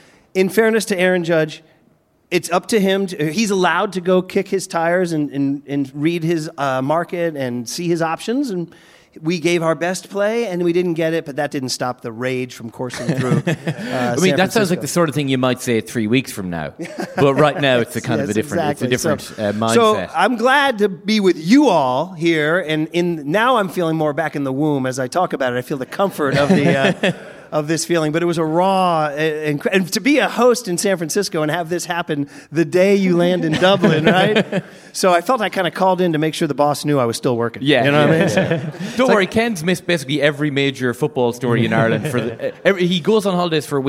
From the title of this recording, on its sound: Live from Liberty Hall Theatre